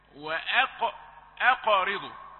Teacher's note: القاف هذه القاف مفخمة مقلقلة، لكن يخشى أن تؤثر على الراء المكسورة فتقول وأقرضوا وأقرضوا، لأنك حديث عهد بالإيه؟